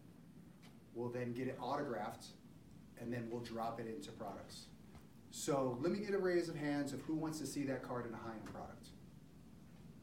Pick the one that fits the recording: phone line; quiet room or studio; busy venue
busy venue